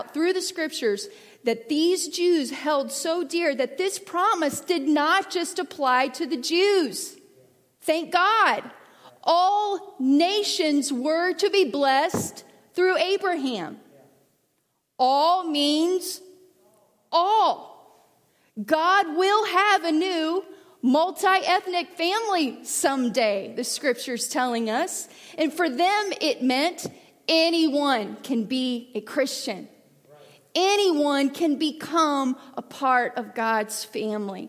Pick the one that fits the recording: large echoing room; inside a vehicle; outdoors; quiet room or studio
large echoing room